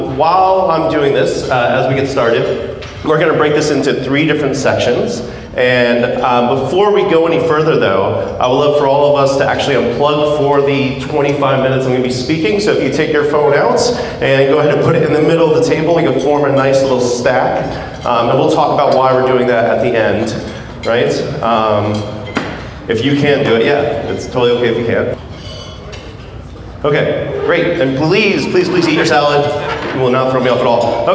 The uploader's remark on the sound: Keynote speaker at the Society of Camp Director 's dinner. On this episode of the podcast, you'll find the audio of his talk.